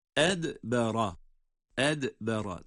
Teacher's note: dal ince, ra kalın